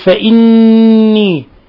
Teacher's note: فإني نون مشددة تغن مقدار حركتين